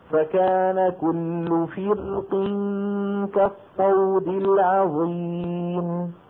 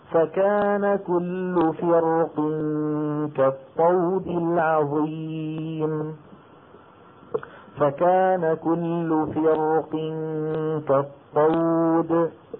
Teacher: القاف ما زالت مستعلية وما زال فيها قوة تؤثر على جارتها وهي الراء فتشدها إلى أعلى وتفخمها · Shown in: second take